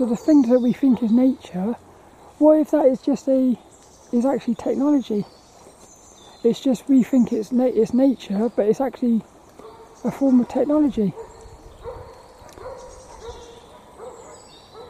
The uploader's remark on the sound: Hope you enjoy this lil walk and talk around Plymbridge Woods.